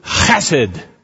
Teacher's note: You have to kind of spit. It's very guttural.